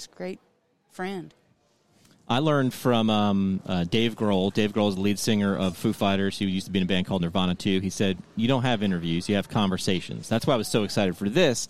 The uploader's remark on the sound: Live from CSM 2022